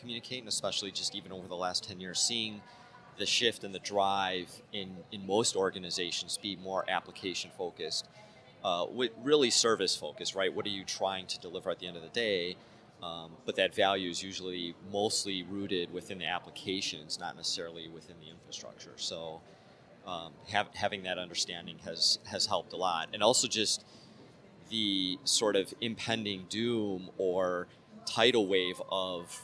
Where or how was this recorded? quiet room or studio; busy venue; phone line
busy venue